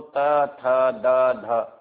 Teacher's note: तो त थ द ध, ये जीभ जब दांतों में लगती है आकर उस स्थान उससे बोला जाता है, दंत मूलस्तु तवर्ग, दांत के मूल से बोला जाता है